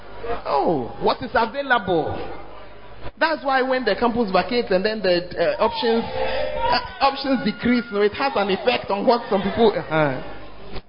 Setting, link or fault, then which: setting, large echoing room